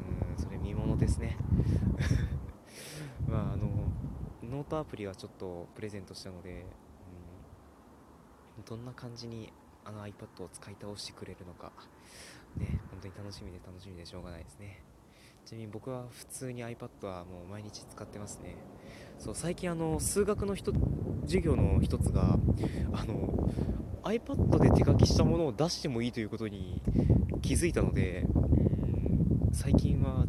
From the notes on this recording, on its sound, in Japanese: 外録りのせいでもあります。